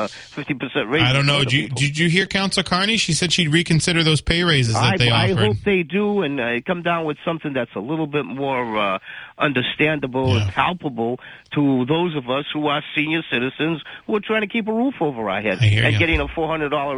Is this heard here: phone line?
yes